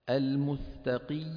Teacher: هذا عم يبالغ في الضغط على وسط اللسان اللي هو منطقة الياء، فبيطلع الصوت أيضا محرف هكذا.